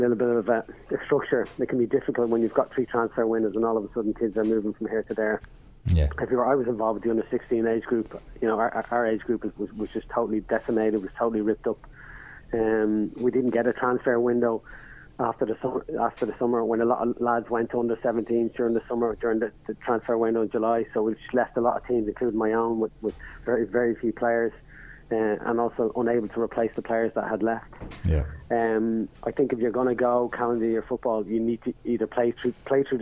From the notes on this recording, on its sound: On the phone we had